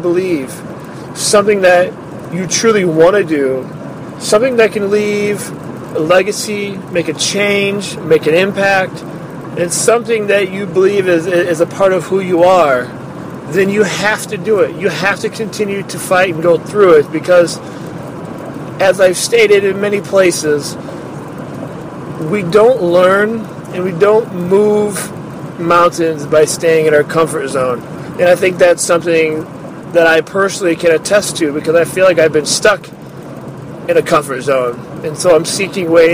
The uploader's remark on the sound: I am adding a new bit called Mini Thoughts where I will share an unedited, uncut idea from my iPhone. Often times when I drive I record my ideas to develop later on.